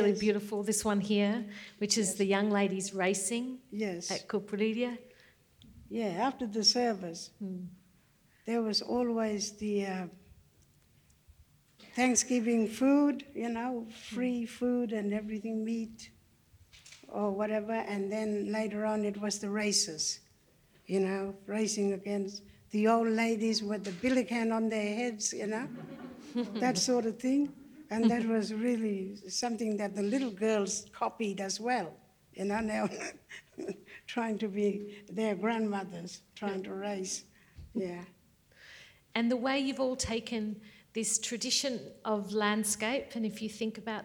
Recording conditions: live audience